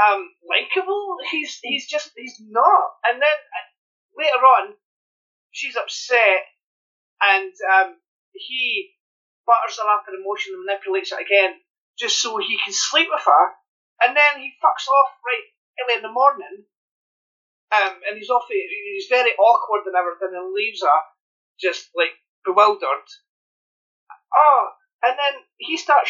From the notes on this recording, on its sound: The audio on this one isn't great